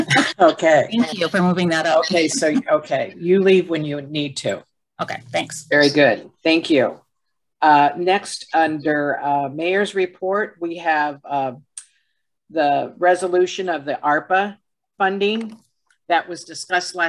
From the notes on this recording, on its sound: University Heights City Council Meeting of September 13, 2022 was held on Zoom.